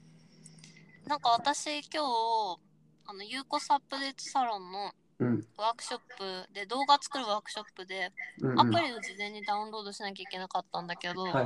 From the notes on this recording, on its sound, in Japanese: 初のリモート収録！ ノイズを押しのけてでも聞いてくれますかっ？